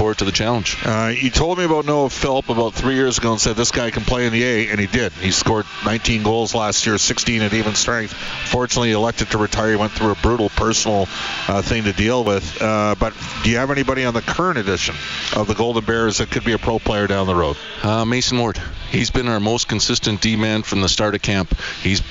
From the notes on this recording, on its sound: live from Clare Drake Arena